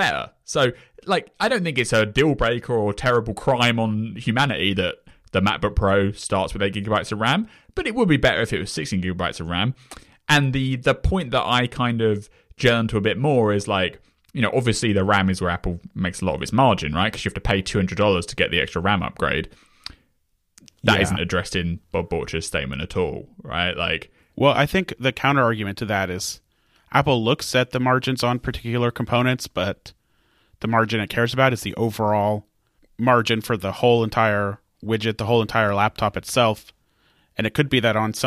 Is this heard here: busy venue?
no